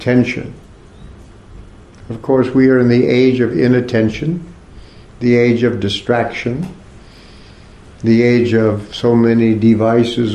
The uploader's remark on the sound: Part of the Bhakti Legacy Conference offered at the ISKCON temple in Korsnas Gard, Sweden.